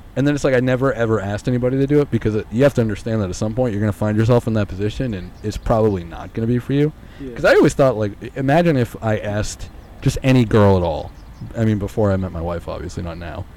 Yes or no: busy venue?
yes